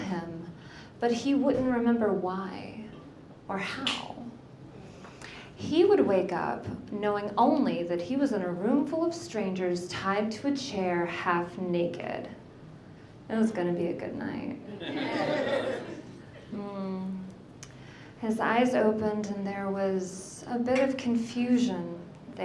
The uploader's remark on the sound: A single story from the previous evening's live event. Goes south is a live storytelling event out of Charlotte, NC. This podcast combines audio recordings from these live events. Goes south live events take place on the 3rd Tuesday of the month at Petra's in Historic Plaza-Midwood, Charlotte, NC.